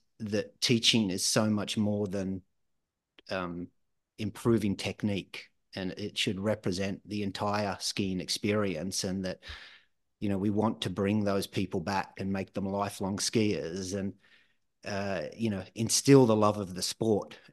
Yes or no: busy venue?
no